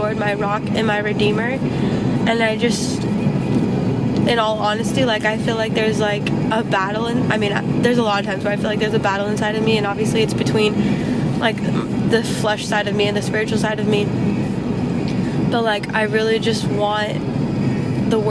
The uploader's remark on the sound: Car conversations. First off so sorry about the background noise!